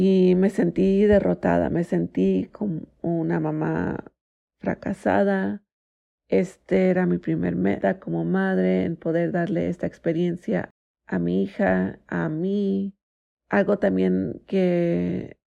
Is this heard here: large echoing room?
no